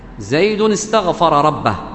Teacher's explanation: ومن خصائص هذا الألف اليابسة أو قل همزة الوصل، من ميزتها كذلك أنها تنطق في بداية الكلام وتسقط في درجة، إذا أوصلت الكلام بعضه ببعض فإن همزة الوصل تسقط من النطق، تسقط من النطق، مثل استغفر استغفر مكسورة استغفر، لكن إذا ذكرتها في جملة فإن هذا النطق يذهب.